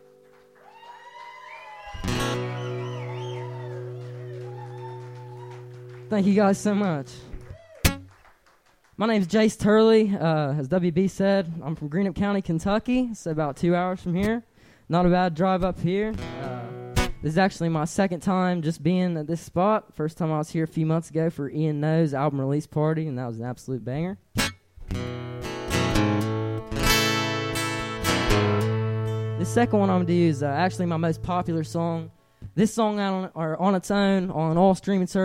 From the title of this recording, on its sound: Live At The Burl – Lexington, KY